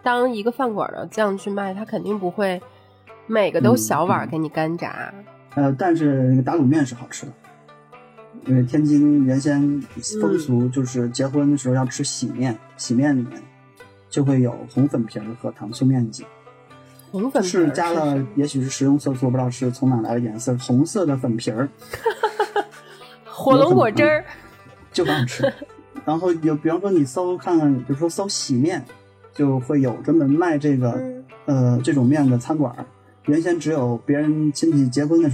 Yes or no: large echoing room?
no